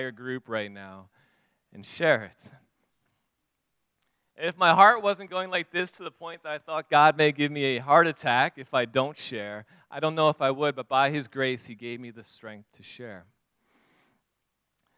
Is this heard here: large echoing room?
yes